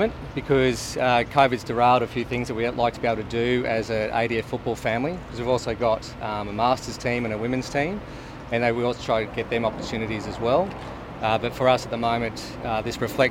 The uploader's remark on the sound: 2022/23 Remembrance Day press conference